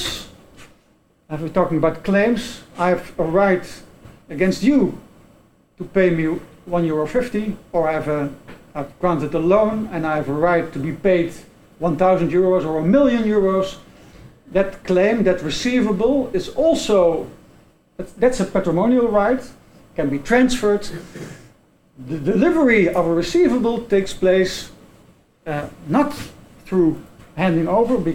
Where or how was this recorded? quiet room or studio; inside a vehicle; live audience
live audience